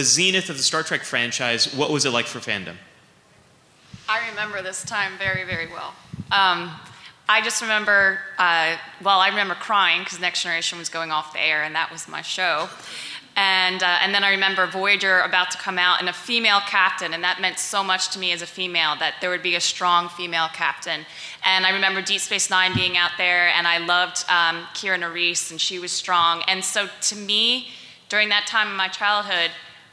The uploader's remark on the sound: At Star Trek Mission New York, just days before the 50th anniversary. This week’s episode is a recording of the panel.